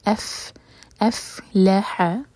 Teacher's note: फ़ा पर फूंक वाली आवाज़ आनी चाहिए